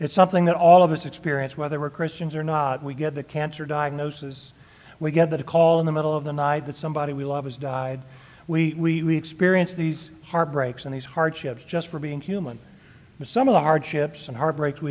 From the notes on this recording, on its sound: Sermon delivered on Sunday, June 25, 2023 at Hillcrest Church, Austin, TX.